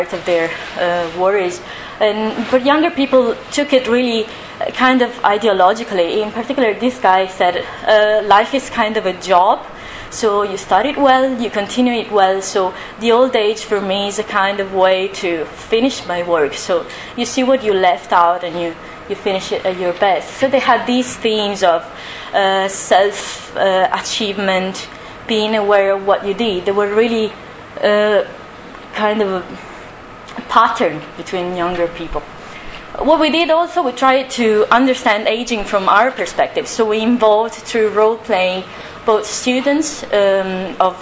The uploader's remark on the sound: Audio from the Design Research Thinking Symposium [DTRS 2012] held at Northumbria University | Design.